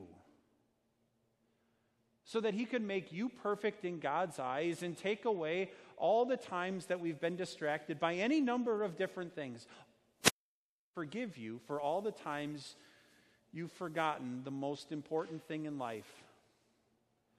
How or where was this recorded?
large echoing room